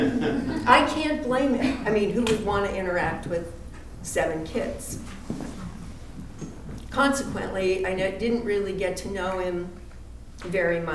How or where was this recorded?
live audience